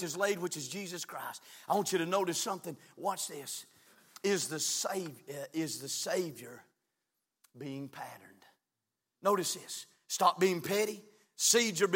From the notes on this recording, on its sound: from the pulpit of Calvary Baptist Church